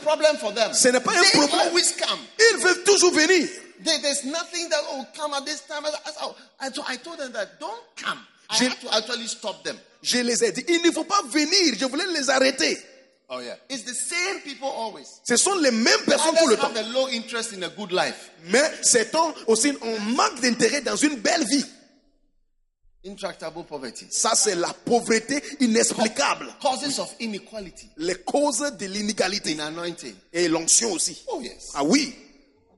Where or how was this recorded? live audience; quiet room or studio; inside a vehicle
live audience